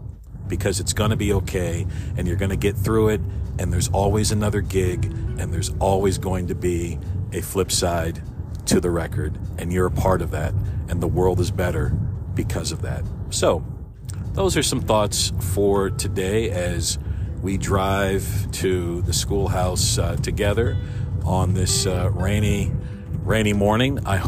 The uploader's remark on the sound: Another morning commute free-form episode all recorded in one take in my car.